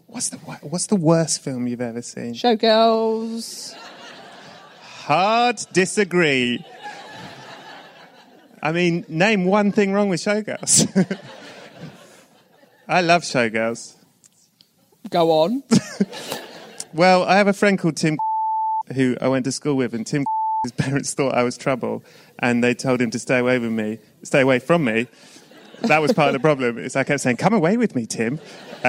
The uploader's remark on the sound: This one was recorded LIVE on location at the BFI, at the Southbank in London